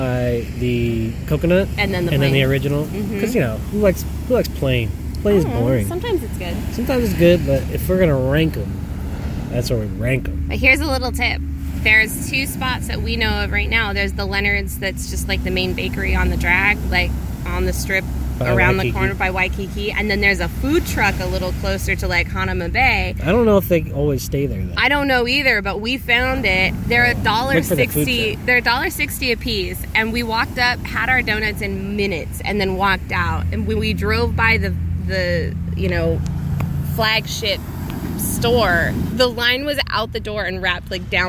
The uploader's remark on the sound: From Hawaii. Check in while one vacation in Oahu. Recorded on Electric Beach.